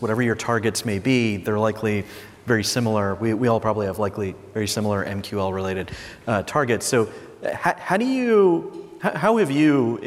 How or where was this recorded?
busy venue